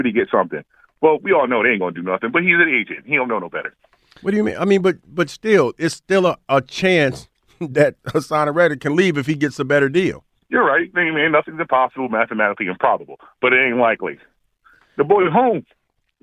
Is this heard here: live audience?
no